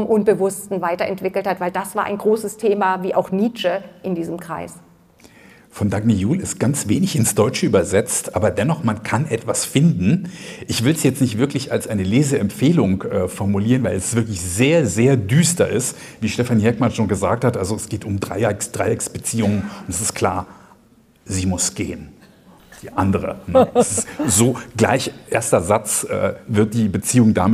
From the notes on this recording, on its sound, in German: Der Podcast wurde live mit Publikum in der Berlinischen Galerie aufgezeichnet.